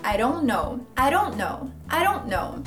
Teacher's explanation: Don't, don't. E o T do don't vai ser esquecido. Então vai ficar I don't know.